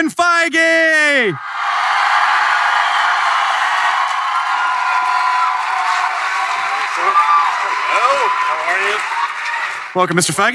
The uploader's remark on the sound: Comicon Marvel Panel 2014